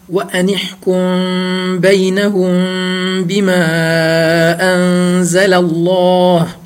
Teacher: بۆچی وتراوە ئیخفای شەفەوی چونکو هەردووکیان لە لێوە دەرەچن هەردووکیان حرفی لێون چی میم و چی باعیش هۆی ئیخفاکردنەکەشی هەر ئەوەیە کە مەخرەجیان یەکە و دوو حرفی متەجانیسن